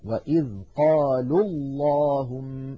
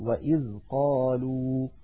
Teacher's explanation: لاحظوا الواو من قالوا ساكنة واللام الأولى من اللهم ساكنة، فالتقيا في اللفظ والنطق فسقط الأول من النطق وصلا · Shown in: first take · وإذ قالوا اللهم، فإن وقفنا نقول وإذ قالوا.